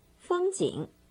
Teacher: first tone， third tone